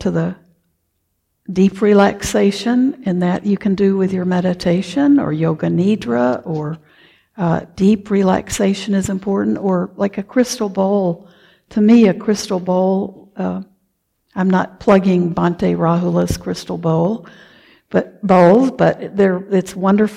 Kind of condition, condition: setting, large echoing room